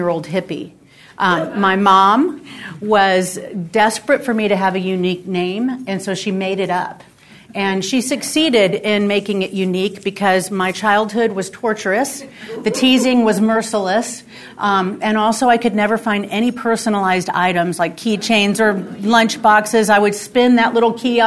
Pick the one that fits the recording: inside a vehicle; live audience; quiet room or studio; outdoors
live audience